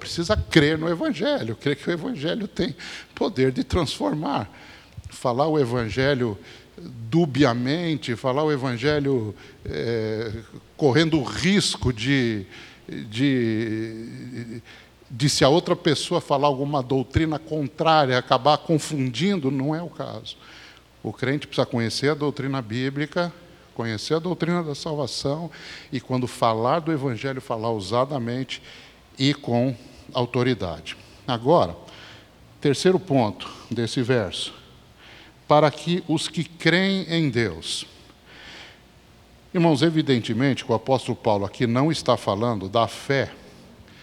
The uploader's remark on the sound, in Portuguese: Mensagem gravada na Igreja Batista Jardim Minesota